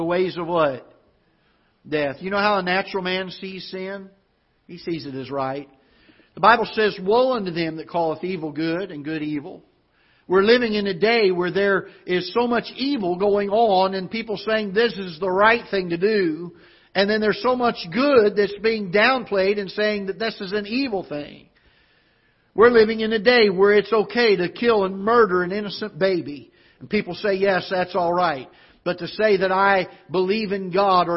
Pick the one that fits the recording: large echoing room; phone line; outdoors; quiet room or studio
large echoing room